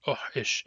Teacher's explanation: In some dialects, this is pronounced short-long, but in Barkly Sound dialects, it's pronounced short-short.